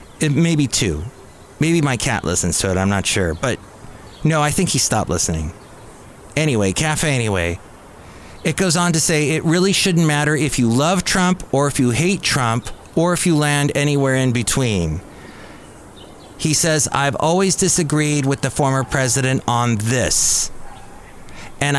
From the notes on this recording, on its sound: podcasts live from Café Anyway